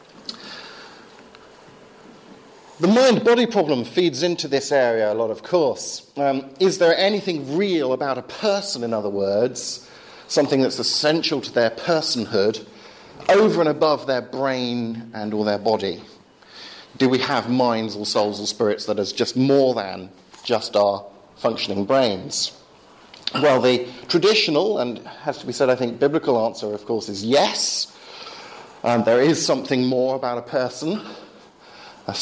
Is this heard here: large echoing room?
yes